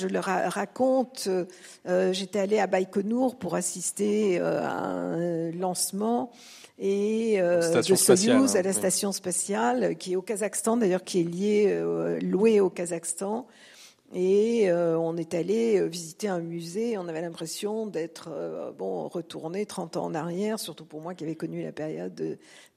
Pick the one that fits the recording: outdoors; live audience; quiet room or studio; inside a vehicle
live audience